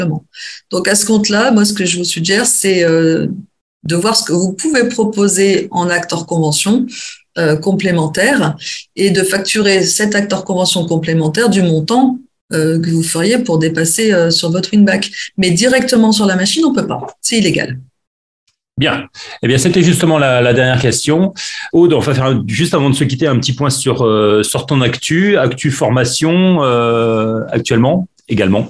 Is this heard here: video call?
yes